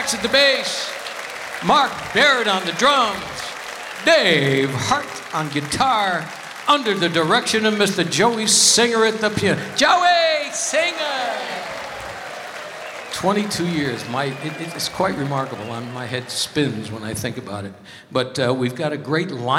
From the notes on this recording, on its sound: Live at the SouthPoint Casino